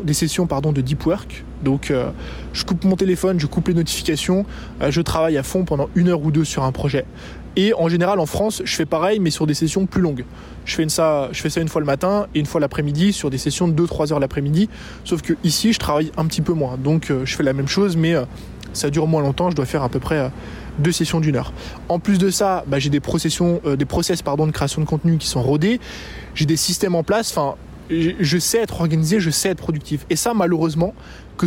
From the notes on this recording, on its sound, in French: Vlog New York. Que j'enregistre dans un parc à New York.